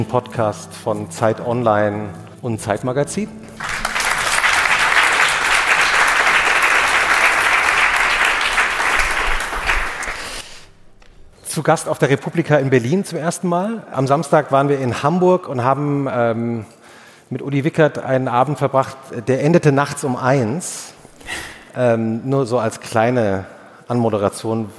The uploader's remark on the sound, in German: aufgezeichnet vor Publikum auf der Digitalmesse re:publica in Berlin